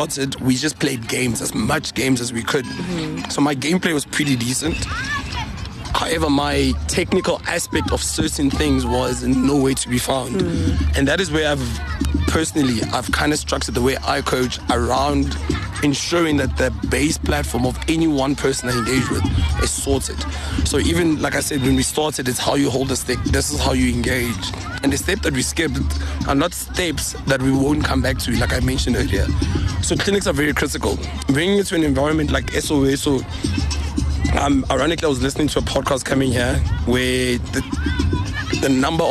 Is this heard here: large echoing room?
no